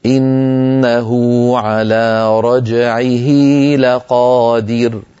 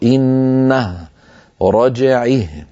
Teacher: الصلة الصغرى هي صلة هاء الضمير للمفرد الغائب المذكر بواو لفظية إن كانت الهاء مضمومة، وبياء لفظية إن كانت الهاء مكسورة، بشرط أن تقع الهاء بين متحركين، نحو قوله تعالى: إنه على رجعه لقادر، فأشبعنا ضمة إنه وأشبعنا كسرة رجعه إلى أن صار هناك حرف مد منطوق · Shown in: first take · ومقدار الصلة الصغرى حركتين، وتكون في الوصل دون الوقف.